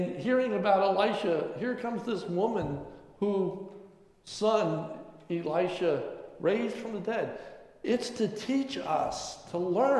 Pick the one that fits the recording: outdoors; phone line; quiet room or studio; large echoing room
large echoing room